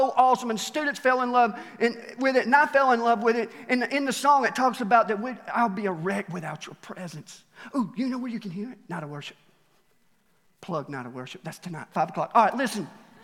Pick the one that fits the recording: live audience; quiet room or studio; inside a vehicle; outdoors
live audience